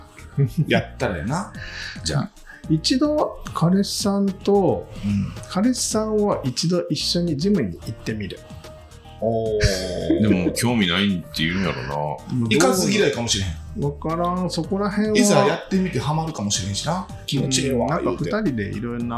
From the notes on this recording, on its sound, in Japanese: 今回は、３人で野外ライブに行く前にカラオケボックスで収録しました！響いてお聞き苦しいところがあるかと思いますがご容赦ください！